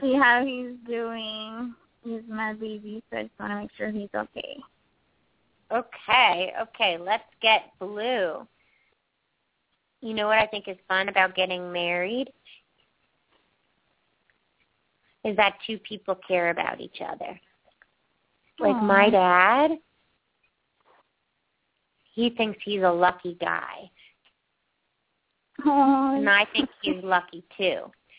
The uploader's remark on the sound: open up the lines for listeners to call